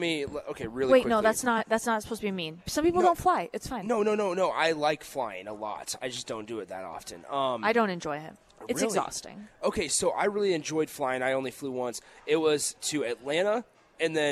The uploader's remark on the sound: Live from the Upside Bar and Lounge